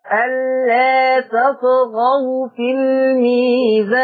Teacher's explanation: ألا تمد بمقدار حركتين فقط مد طبيعي